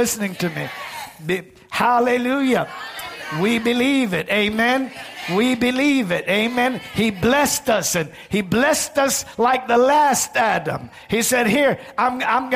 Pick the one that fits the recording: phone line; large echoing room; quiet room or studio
large echoing room